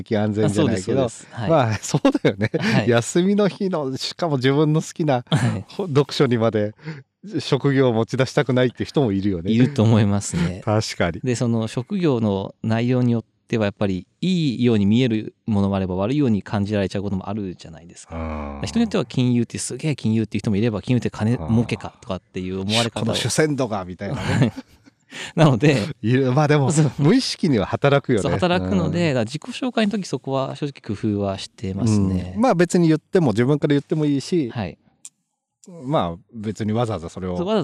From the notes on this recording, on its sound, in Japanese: 今回は屋外収録 神奈川県の城山湖の畔からお届けします。今回は屋外収録 神奈川県の城山湖の畔からお届けします。